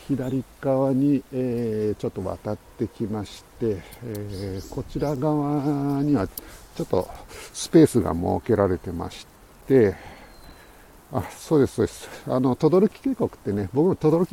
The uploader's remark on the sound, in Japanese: tokyo walk&eat radio LIVE 等々力渓谷さんぽ